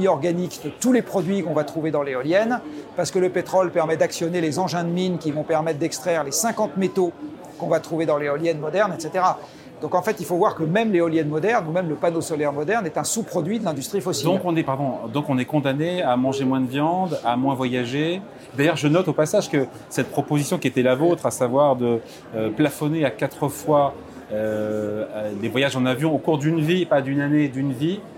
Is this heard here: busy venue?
yes